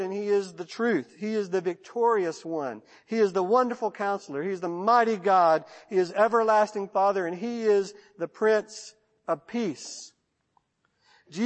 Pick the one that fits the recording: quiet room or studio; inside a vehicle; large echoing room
large echoing room